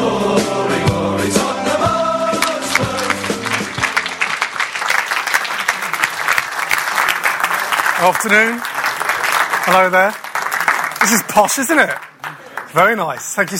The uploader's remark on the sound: London Sports Writing Festival Special. Recorded live at Lord's Cricket Ground.